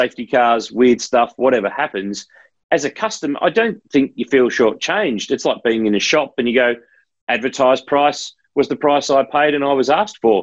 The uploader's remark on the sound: recorded over Zoom